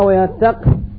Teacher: قرأ بسكون الهاء وكسر القاف